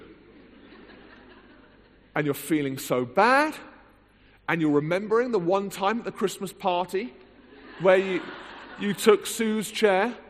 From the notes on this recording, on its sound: recorded at the HTB Free to Be Conference 2013